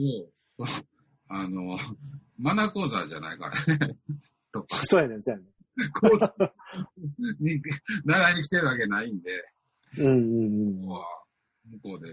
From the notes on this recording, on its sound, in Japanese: ZOOMで収録分から切り出し。エコーだいぶ解消しました。